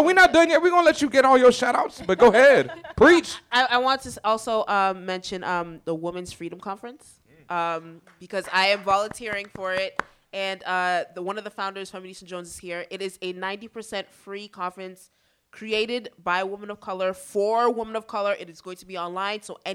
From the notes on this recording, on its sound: This episode was recorded in front of a live studio audience at Benzaquen Hall in The Dimmena Center.